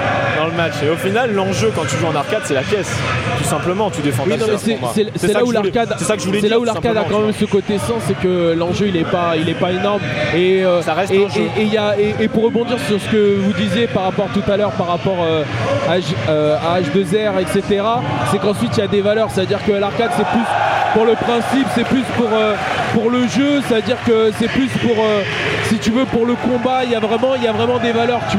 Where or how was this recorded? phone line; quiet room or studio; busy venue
busy venue